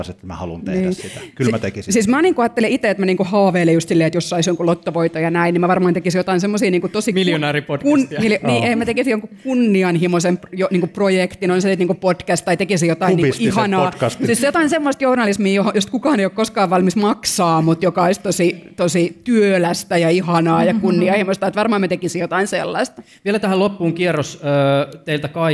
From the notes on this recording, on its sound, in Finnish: Sideways-festivaalilla. Jakso on nauhoitettu Helsingissä Sideways-festivaalin yhteydessä.